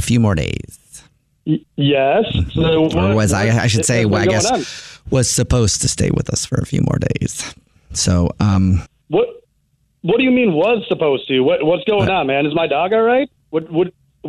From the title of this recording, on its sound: Phone Prank